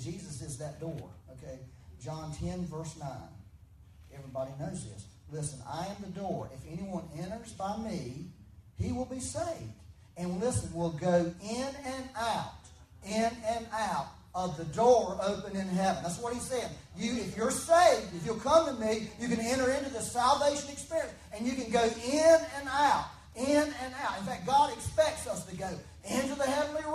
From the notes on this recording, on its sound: Had some technical difficulties with recording for this Sunday, so there is a bit more reverb than desired but better than nothing.